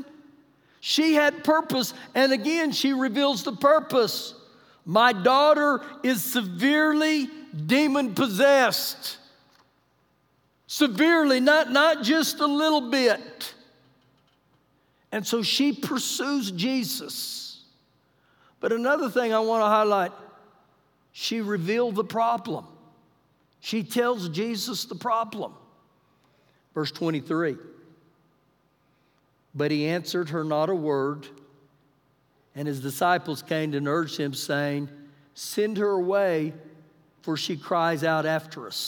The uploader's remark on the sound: Recorded live during our Wednesday night service